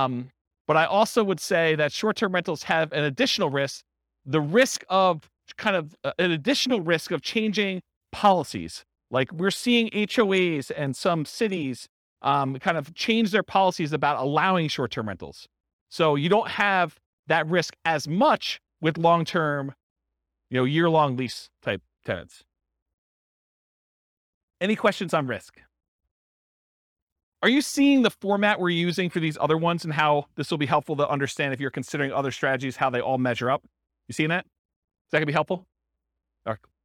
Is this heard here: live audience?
yes